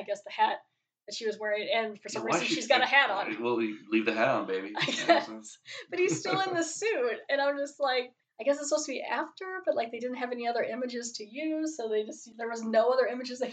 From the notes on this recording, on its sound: My apologies for the sound quality.